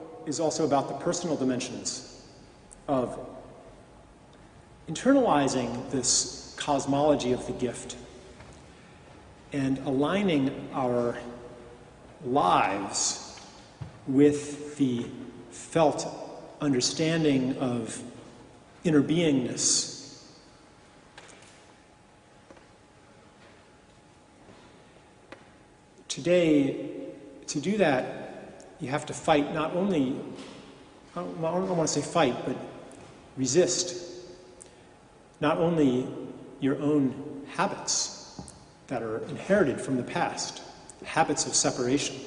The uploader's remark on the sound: At the Moot Community of the Guild Church of St Mary Aldermary in the City of London and in front of a packed crowd.